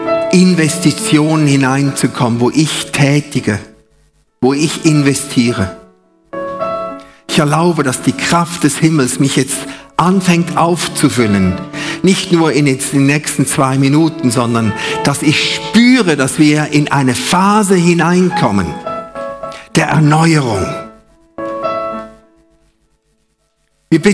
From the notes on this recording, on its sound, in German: Live aus Winterthur der Dienstagsgottesdienst